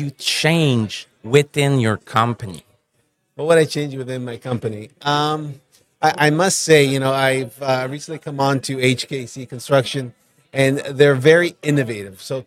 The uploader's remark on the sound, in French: En direct du Hardtech à Toronto